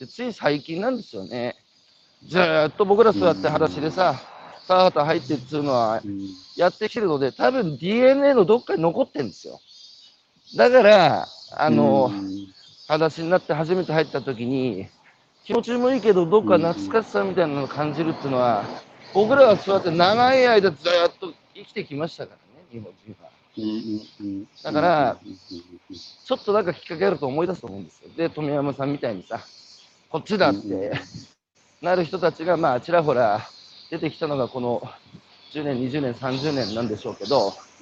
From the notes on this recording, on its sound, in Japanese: 歩きながら1時間、対談する。